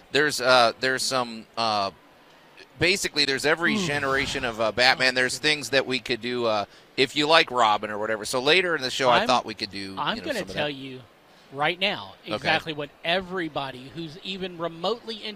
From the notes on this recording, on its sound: broadcast live from The Home Show of the MidSouth.